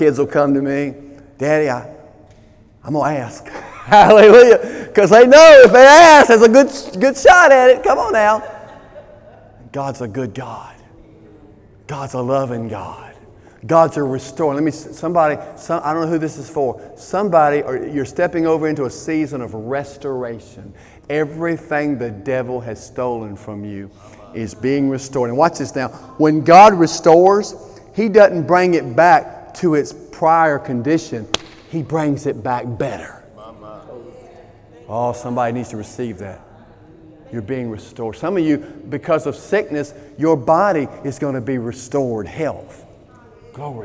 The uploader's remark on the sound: During Sunday morning service on May 27, 2018